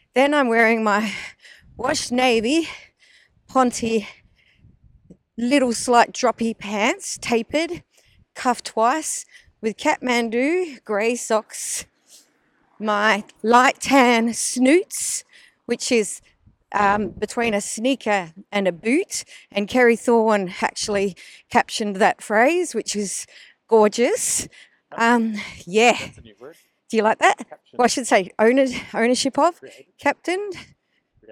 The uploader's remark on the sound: I was able to record a conversation while we drove